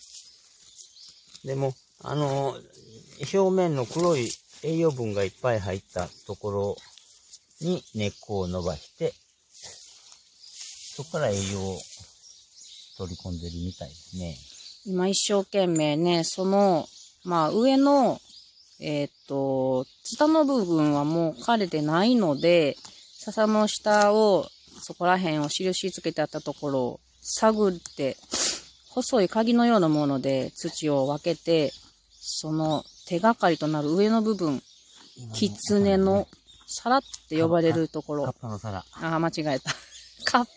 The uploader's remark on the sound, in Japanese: ジネンジョ掘り現場よりレポート from Radiotalk。ジネンジョ掘りの現場よりお届けしています。